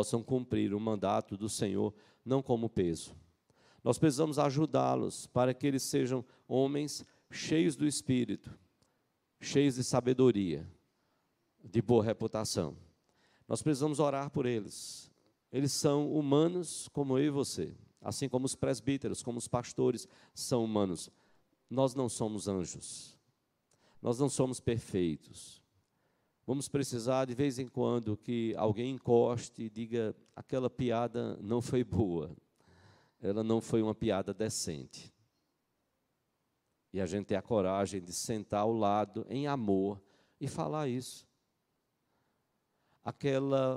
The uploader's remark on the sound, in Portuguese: Culto matinal(9h) presencial e transmitido ao vivo